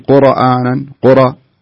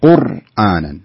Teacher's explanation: الراء صحيح أنها مفخمة وساكنة، لكن لا ترتقي لمرحلة أنك تقلقلها · Shown in: second take